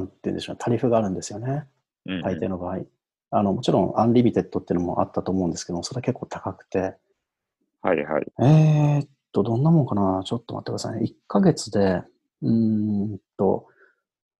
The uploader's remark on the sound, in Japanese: 友達とzoomで録音してみました。